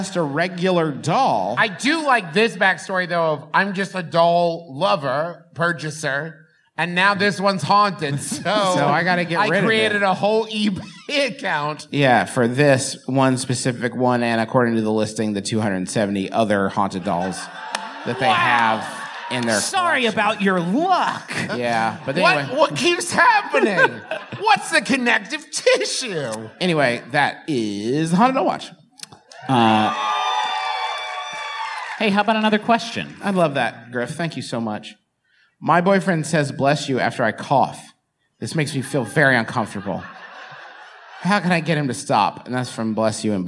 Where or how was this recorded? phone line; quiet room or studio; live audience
live audience